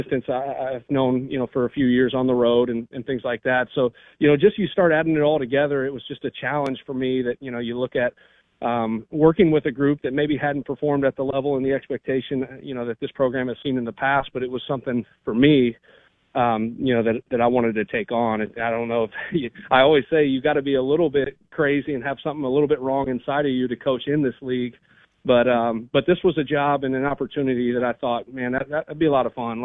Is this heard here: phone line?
yes